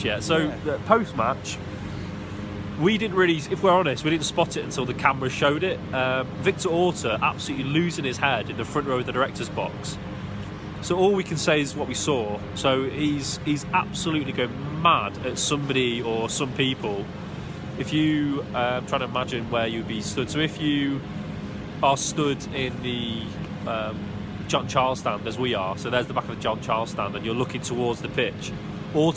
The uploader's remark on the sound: live from Elland Road